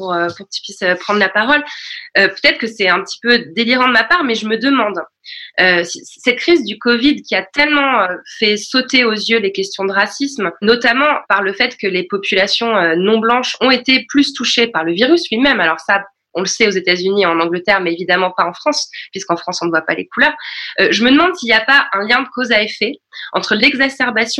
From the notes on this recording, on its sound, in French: Sur Zoom pour un enregistrement en public.